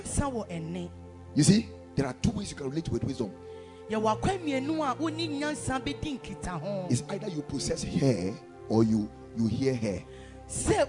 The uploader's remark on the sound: Preached at the Ekklesia Chapel